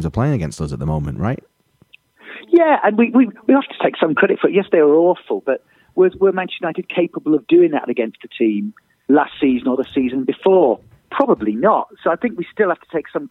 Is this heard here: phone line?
yes